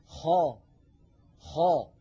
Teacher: لاحظوا بأن صوت الخاء يصعد هكذا إلى سقف الحلق. · Term: الاستعلاء